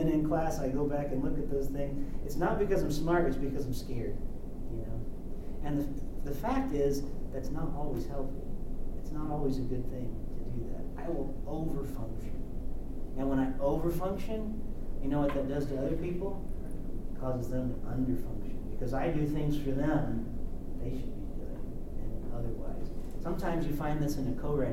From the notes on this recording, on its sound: This episode comes to you live from the 2024 Worship 424 Conference at Cedarville University.